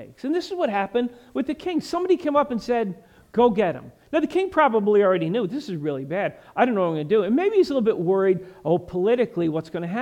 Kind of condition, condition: setting, large echoing room